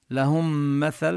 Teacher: تدغم الميم بالميم ونبين غنة الميم المشددة